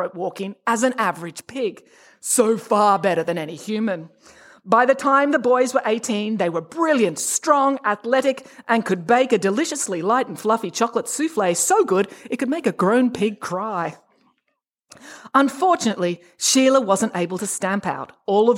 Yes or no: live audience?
yes